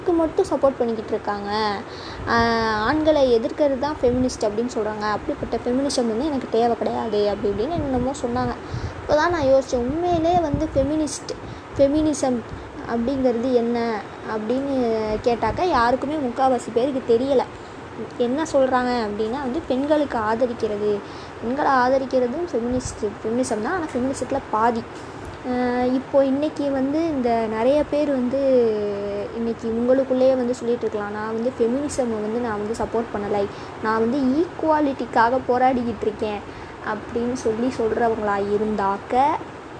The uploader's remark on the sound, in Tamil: background noise konjam athigma irukum poruthukonga